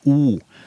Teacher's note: så ser du jo at leppen er runda.